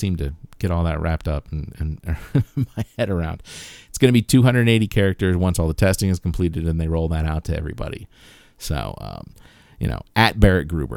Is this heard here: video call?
no